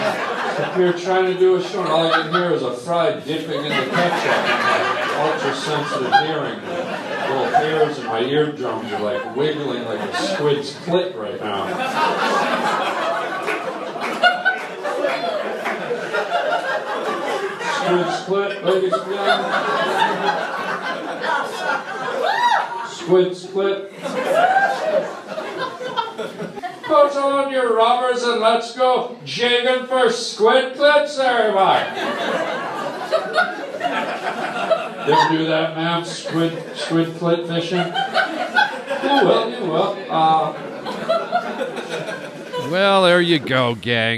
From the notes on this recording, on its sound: live on stage at the Hollywood Improv